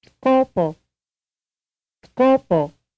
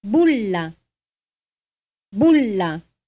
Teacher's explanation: Each utterance will contain a stressed, rounded vowel, that is, vowel 2, vowel 4, or vowel 40.